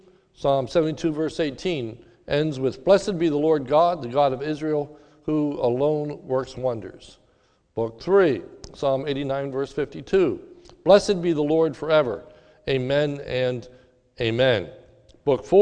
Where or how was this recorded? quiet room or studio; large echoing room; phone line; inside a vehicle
large echoing room